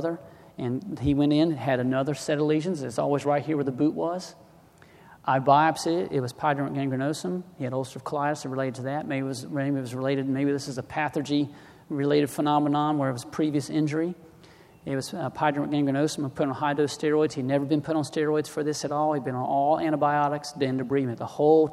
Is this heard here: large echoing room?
yes